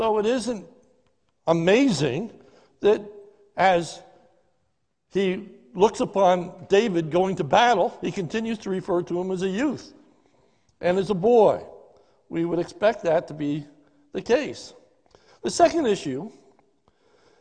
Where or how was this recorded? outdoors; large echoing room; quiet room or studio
large echoing room